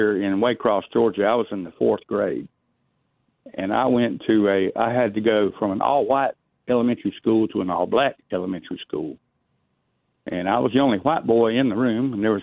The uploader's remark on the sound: We continue taking your phone calls on this very special Martin Luther King Day, holiday.